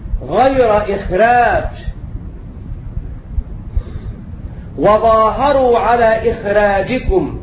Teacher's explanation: فإن حرف الخاء لضعف صفاته ليس مانعا من ترقيق الراء